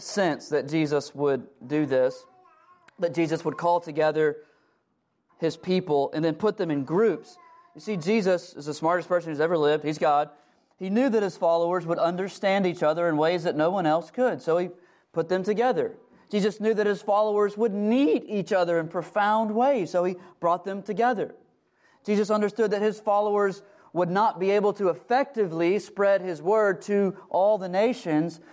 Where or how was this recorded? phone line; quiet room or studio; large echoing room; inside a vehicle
large echoing room